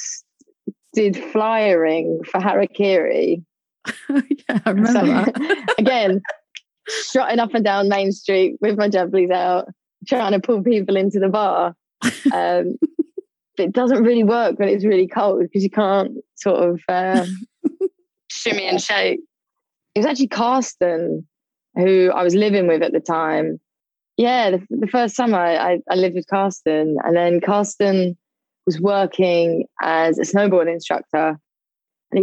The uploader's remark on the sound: Full disclosure, there were a few sound issues on the Zoom calls for season two, but what it lacks in sound quality it makes up for in content.